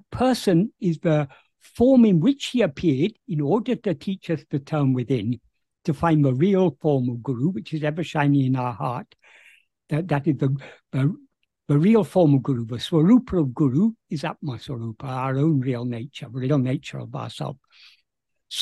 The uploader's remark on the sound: In a Zoom meeting with the Ramana Maharshi Foundation UK on 11th November 2023